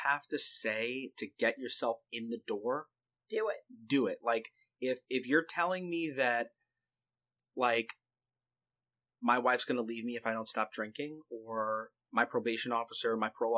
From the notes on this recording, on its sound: Attempting to remaster the first episode. We were using different equipment back then, so obviously the sound will be different.